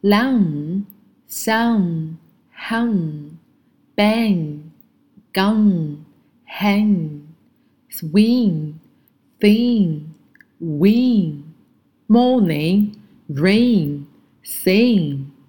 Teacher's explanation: 首先你要是朝嘴巴后面发音，然后呢发音的时候呢鼻腔也是在震动，同时声带震动 · Term: 浊辅音 · IPA: [ŋ]